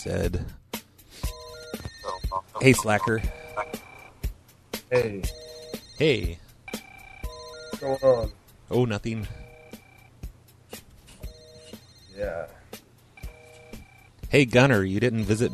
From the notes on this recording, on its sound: Prank Phone Calls.